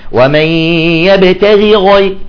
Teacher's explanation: ومسألة هامة، بعضهم يفخم الغين إذا كانت مكسورة، يقول يبتغي يبتغي، لا، هنا لا تفخم الغين إذا كانت مكسورة، تقول ومن يبتغي غير الإسلام دينا فلن يقبل منه ومن يبتغي غير، شوف الغين الثاني مفخمة، ليش؟ لأنها مفتوحة، الأولى مكسورة